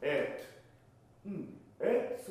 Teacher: ちょうどエットって言ってる言葉が裏拍のはずなんです